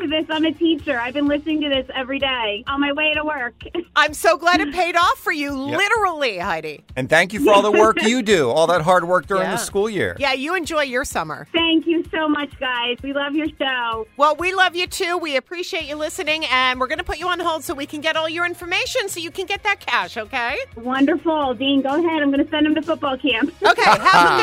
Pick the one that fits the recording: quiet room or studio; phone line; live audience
phone line